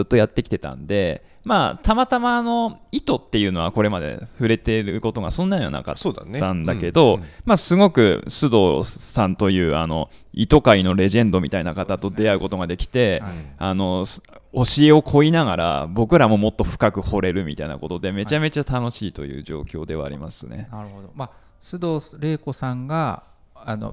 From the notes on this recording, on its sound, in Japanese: 麻布台ヒルズの大垣書店で出前収録。大垣書店の麻布台ヒルズ店で「KYOTO ITO ITO Exploring Tango Threads―理想の糸を求めて（以下KYOTO ITO ITOと略）」展を開催中。